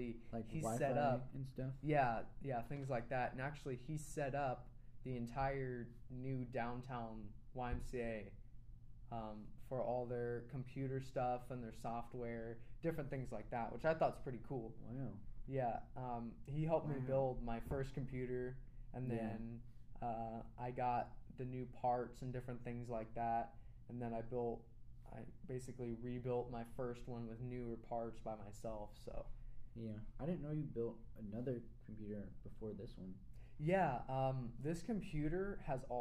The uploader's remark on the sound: Sorry about the quiet audio still trying to work out the kinks.